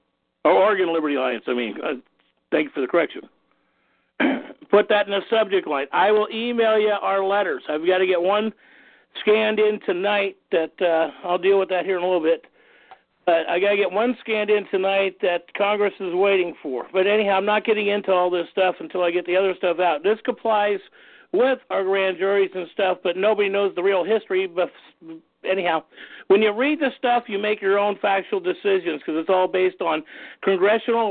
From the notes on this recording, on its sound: Oregon National Liberty Alliance Call. Welcome to the Unified Oregon Common Law Grand Jury Conference Call.